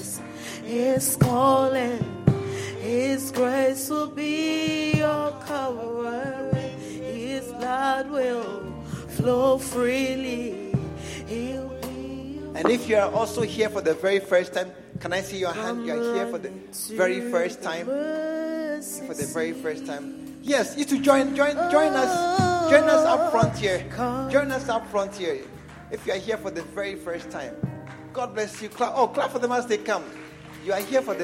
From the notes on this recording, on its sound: Preached at the True Vine Cathedral, Bantama.